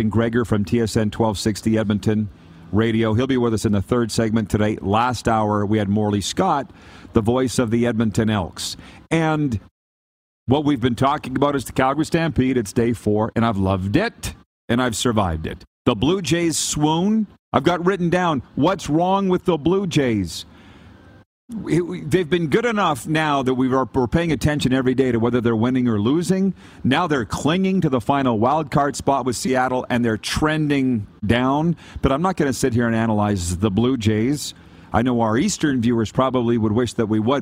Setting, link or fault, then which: setting, busy venue